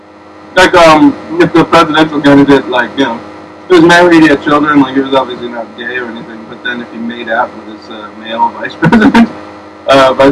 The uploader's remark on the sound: Alert: This week's podcast is of compromised sound quality.